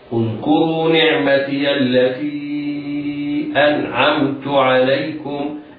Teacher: الميم في أنعمت ميم ساكنة حكمها الإظهار الشفوي لوقوع التاء بعدها